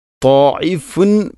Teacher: മദ്ദിൻ്റെ അക്ഷരമായ അലിഫിന് ശേഷം ഹംസ, അതേ പദത്തിൽ വരുമ്പോൾ നാലോ അഞ്ചോ ഹർക്കത്തിന് തുല്യമായിട്ട് നീട്ടൽ നിർബന്ധമാണ്